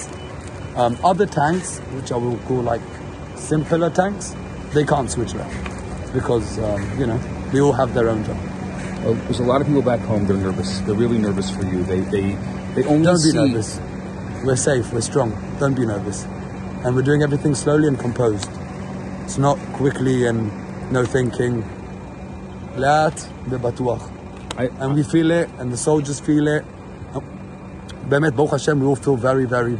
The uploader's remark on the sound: Live at the Israel-Gaza border